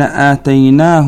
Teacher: أن الضمير في آتيناه لا يمد ولا يشبع، بينما المد والإشباع في هاء ربه يمد بمقدار حركتين كالمد الطبيعي.